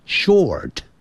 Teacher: 只要它是在结尾的时候，那个卷舌音会出现